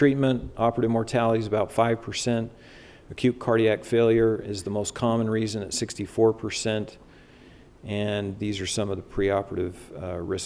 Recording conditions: large echoing room